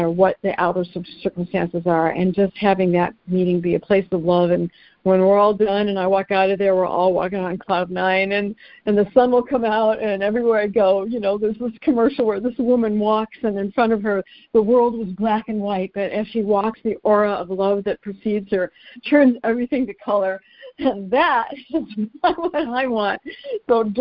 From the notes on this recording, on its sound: ACIM Daily Conference Call.